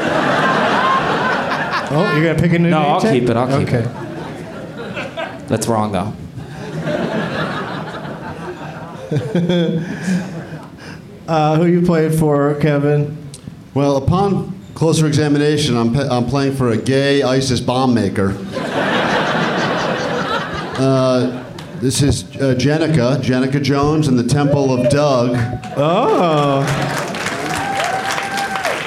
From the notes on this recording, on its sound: Live from Cobb's Comedy Club in San Francisco